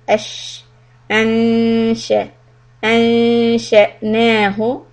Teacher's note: ikhfa on noon close to makhraj of sheen